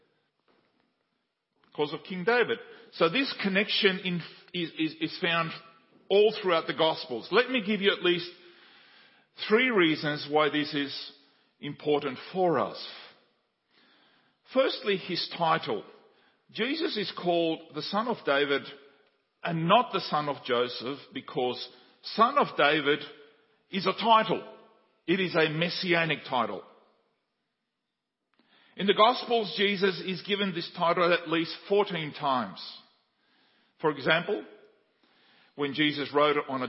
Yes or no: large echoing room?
yes